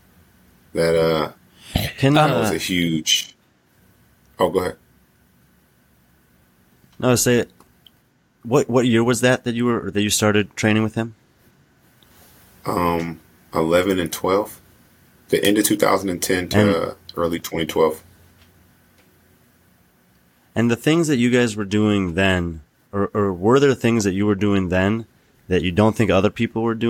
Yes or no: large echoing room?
no